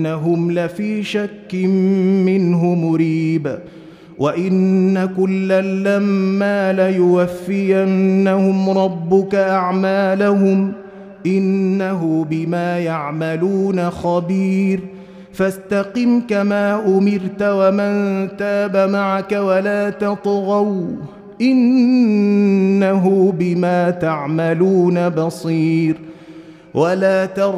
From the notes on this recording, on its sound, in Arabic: مسجل من صلاة التراويح بمسجد السلام بحي مشرفة.